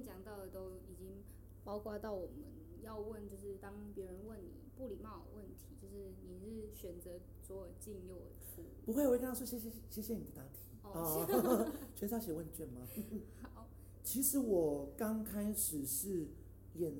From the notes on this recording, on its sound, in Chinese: 音量上面會時而大聲時而小聲。整集也因為在開放空間錄製 聲音很小。